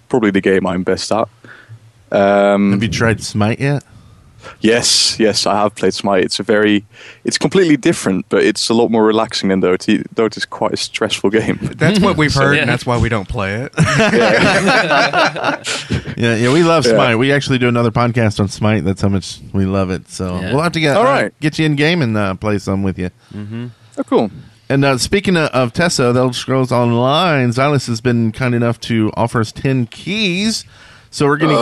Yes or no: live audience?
no